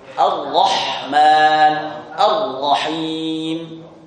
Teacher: Kemudian ra al-musyaddadah la tukarriru 'inda nutqi biha. Kemudian ra yang bertasydid itu sifat takrirnya sebenarnya itu dikurangi atau bahkan dihilangkan. Walidzalika qala al-Imam al-Jazari wa akhfi takriran idza tusaddadu, dan hilangkan sifat takrir ketika ra tersebut bertasydid.